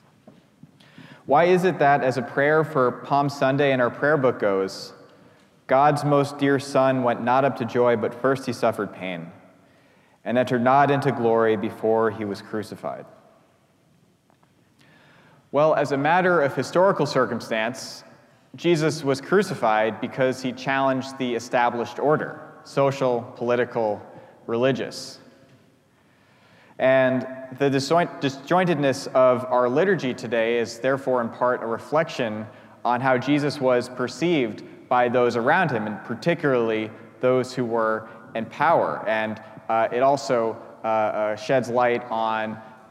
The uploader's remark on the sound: preached at our celebration of the Holy Eucharist